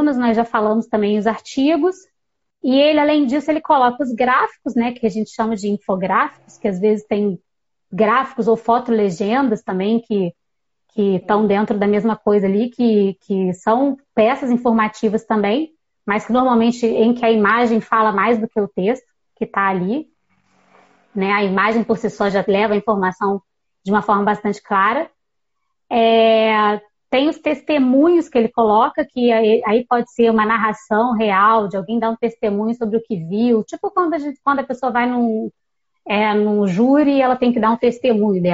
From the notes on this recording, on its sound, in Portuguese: no formato de live no instagram no dia 24 de setembro de 2020